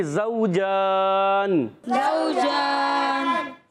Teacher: زا کا مخرج زبان کی بالکل باریک نوک